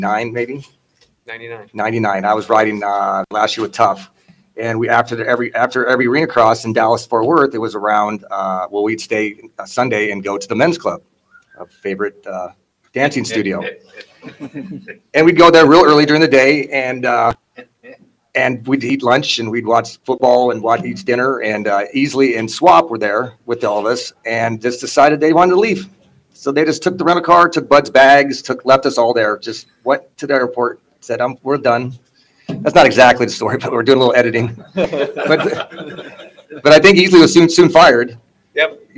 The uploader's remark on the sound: Tonight's show comes to from interviews done at the Justin Brayton Shootout. At the Shootout at Pole Position Raceway in Grimes, Iowa.